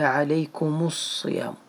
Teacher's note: يتخلص من التقاء الساكنين بتحريك الأول ضما · Term: ميم الجمع